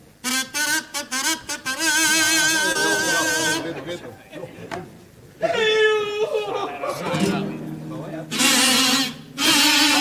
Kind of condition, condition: setting, live audience